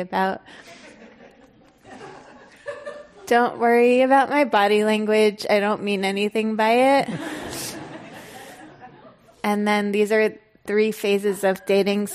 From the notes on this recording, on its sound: This program was recorded in front of a live audience at The Commonwealth Club of California in San Francisco on October 14th, 2019.